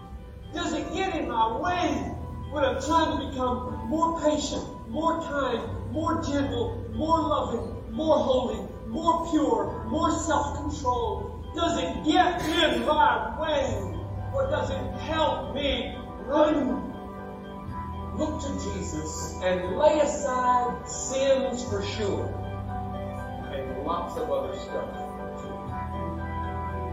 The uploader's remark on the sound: Preached this sermon at graduation Sunday at his Church! This week's podcast is a sermon podcast.